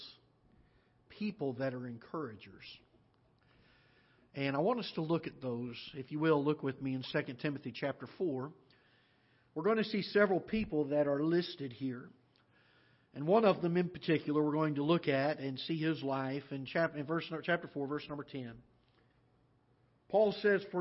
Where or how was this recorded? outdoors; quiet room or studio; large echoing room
large echoing room